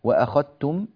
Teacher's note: بإدغام الذال في التاء، والذال والتاء متقاربان